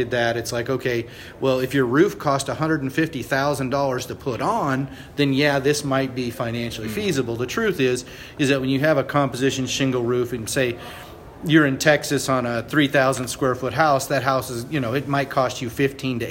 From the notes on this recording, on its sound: Live from the Texas Society of Architects 2017 Expo and Convention. Special thanks to Bautex Systems for their generous support of our live recorded episodes at the 2017 TxA Expo & Convention.